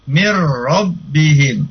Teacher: Jadi nunnya enggak dibaca, langsung ke ro.